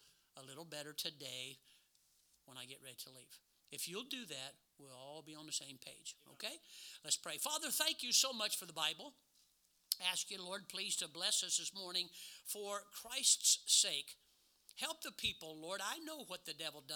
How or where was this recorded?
large echoing room